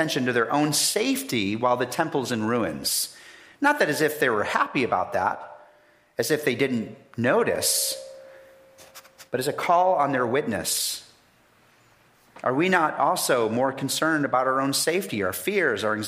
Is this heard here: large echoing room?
yes